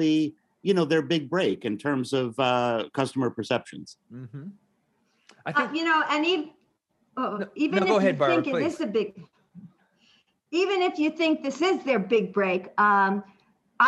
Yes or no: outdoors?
no